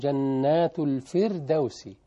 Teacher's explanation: الراء ترقق هنا عشان قبلها كسرة